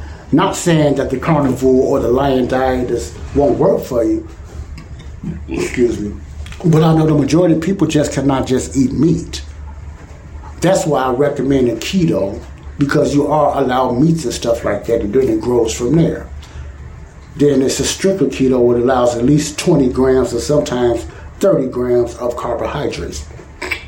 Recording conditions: sounds in the background